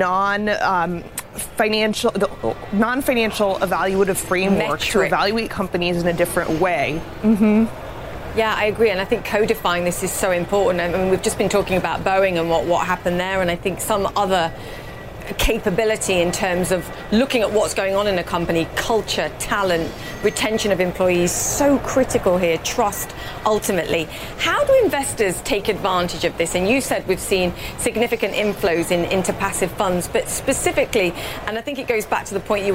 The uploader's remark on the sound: live from the New York Stock Exchange